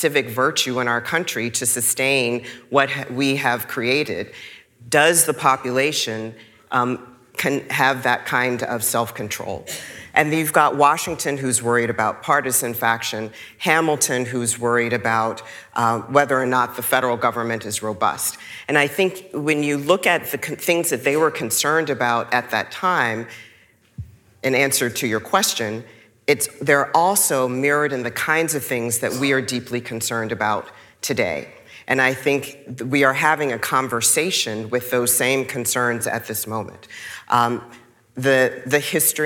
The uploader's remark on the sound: This program was recorded live on February 9, 2024.